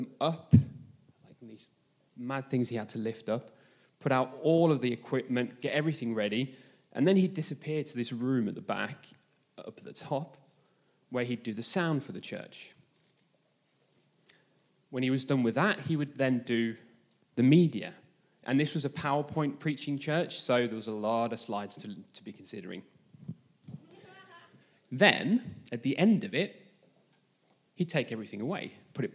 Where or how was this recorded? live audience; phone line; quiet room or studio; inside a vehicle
live audience